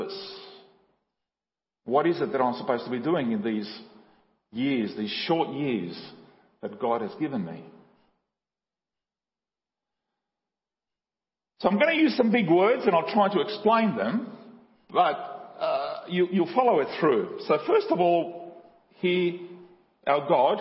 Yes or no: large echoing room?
yes